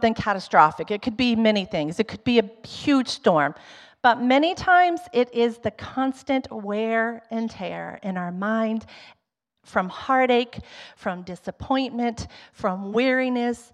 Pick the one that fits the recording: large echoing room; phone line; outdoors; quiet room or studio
large echoing room